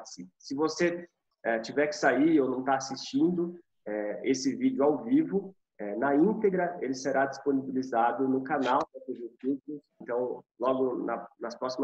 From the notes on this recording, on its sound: via ZOOM.